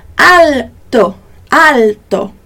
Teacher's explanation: em italiano, esse L vai ser muito bem pronunciado e a pontinha da língua vai encostar ali no céu da boca · Term: pronúncia do L